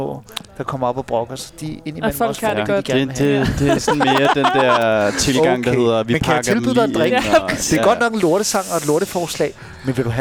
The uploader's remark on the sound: Dørene åbner for første gang efter Lockdown & vi sendte live fra Salen.